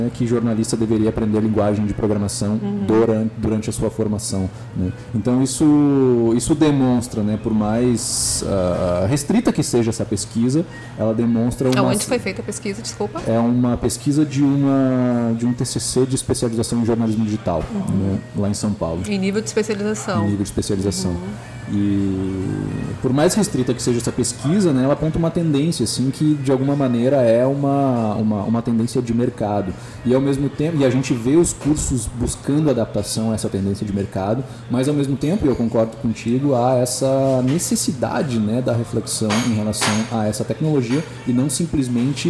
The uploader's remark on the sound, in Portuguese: O bate-papo foi gravado no Café do Duque, no Centro Histórico de Porto Alegre.